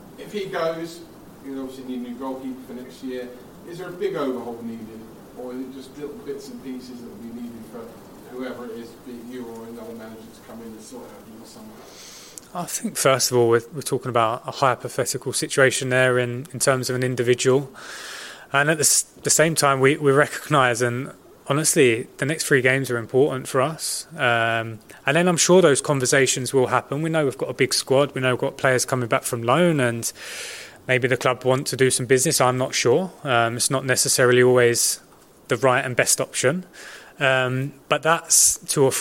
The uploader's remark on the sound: PRESS CONFERENCE